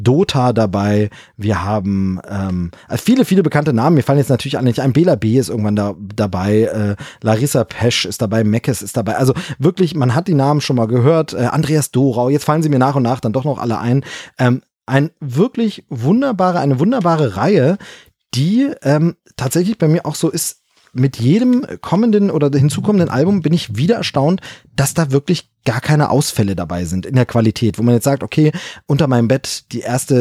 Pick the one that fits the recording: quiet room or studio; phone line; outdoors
quiet room or studio